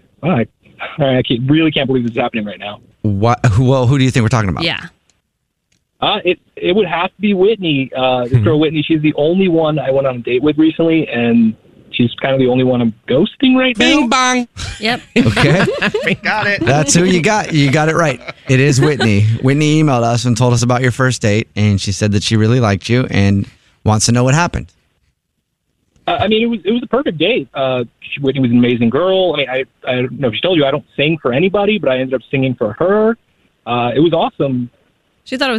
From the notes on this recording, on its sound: We get that other person on the phone